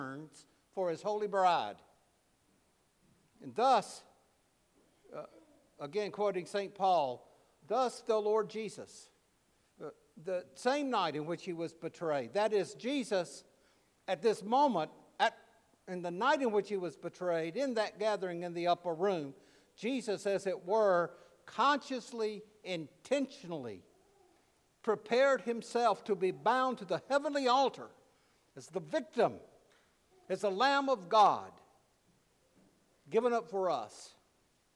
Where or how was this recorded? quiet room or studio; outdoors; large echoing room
large echoing room